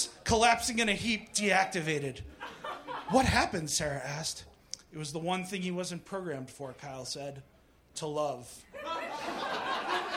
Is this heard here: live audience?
yes